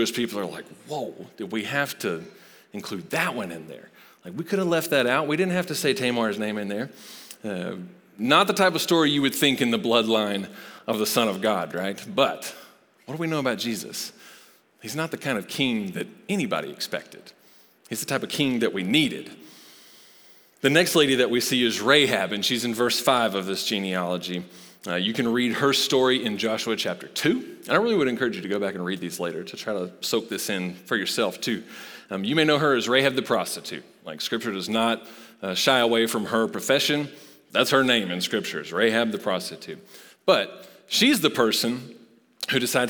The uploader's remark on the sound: Recorded live at Long Hollow Church.